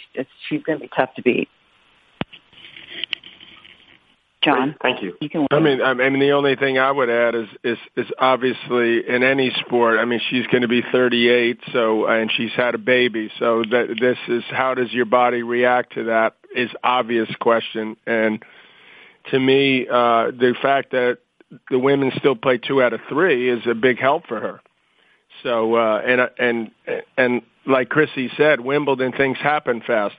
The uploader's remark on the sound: Wimbledon Conference Call.